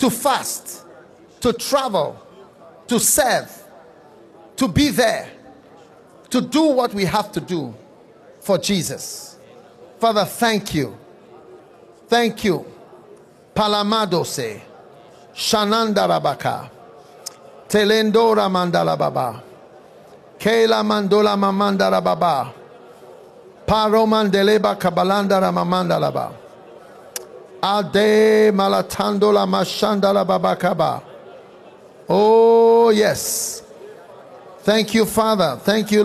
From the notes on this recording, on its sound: Preached at the Breakthrough in Ministry Conference, Pittsburgh- Pennsylvania, USA.